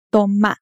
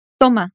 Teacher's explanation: la mayor fuerza de voz recae en la última sílaba · Shown in: first take